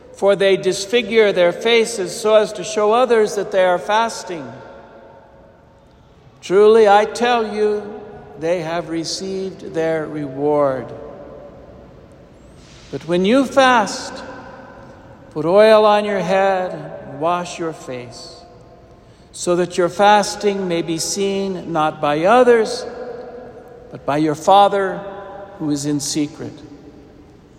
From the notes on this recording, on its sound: Homily delivered to the Saint Francis Catholic Community in Cuenca, EC.